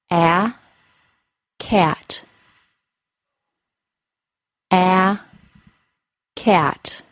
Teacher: The short A sound, A, is pronounced with a slightly lowered jaw. The body of the tongue is pressed forward, and the front of the tongue is low, and pressed lightly into the bottom front teeth. The lips are relaxed.